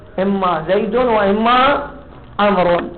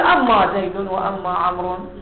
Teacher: إما تلفظ عادة بكسر الهمزة والتشديد، لكن أحيانا نفس إما يتلفظوها أما